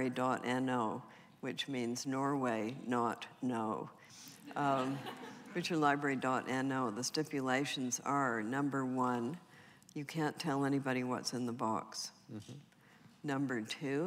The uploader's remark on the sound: recorded December 3, 2014 in front of a live audience at New York's 92nd Street Y